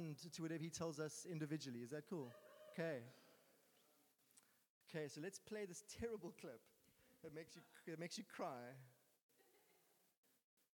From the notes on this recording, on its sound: Sunday Sermon. At Joshua Generation Church Muizenberg congregation.